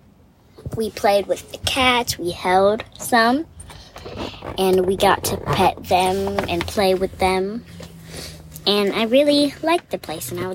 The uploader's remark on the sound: Our conversation takes place in the car right after we left the little kitties.